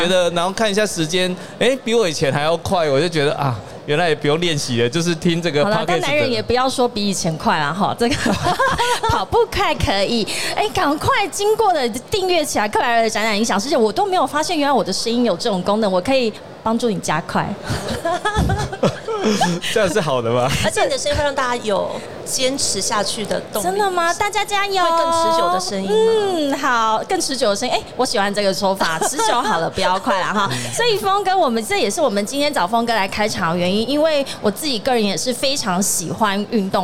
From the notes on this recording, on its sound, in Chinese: 2022 Taipei Cycle台北國際自行車展-Live Podcast。現場LIVE為台灣自行車乾杯！